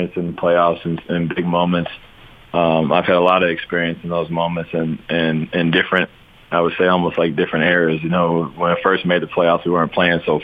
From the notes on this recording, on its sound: called in to 'The Big Show'